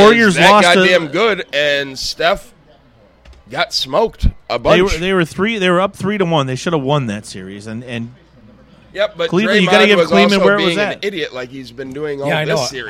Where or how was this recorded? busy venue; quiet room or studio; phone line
busy venue